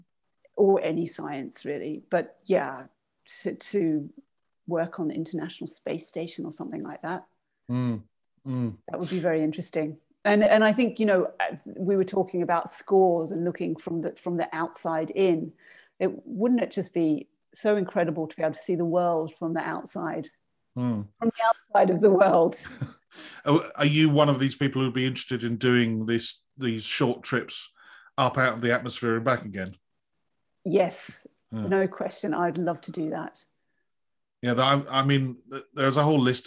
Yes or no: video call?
yes